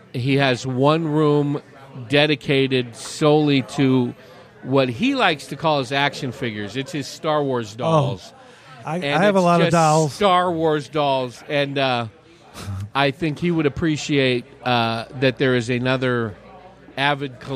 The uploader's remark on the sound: Recorded on the patio at Billy Jack’s Saloon in Humboldt, AZ just a few minutes before taking the stage on a rainy Saturday afternoon.